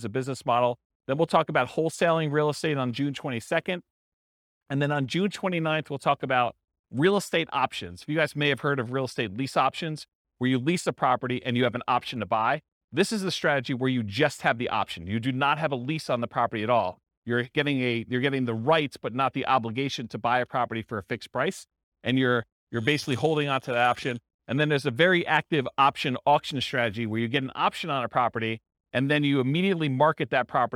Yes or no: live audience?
yes